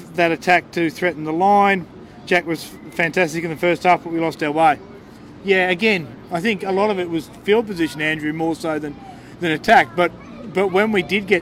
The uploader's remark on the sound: on location for The Greenhouse Live outside Brookvale Oval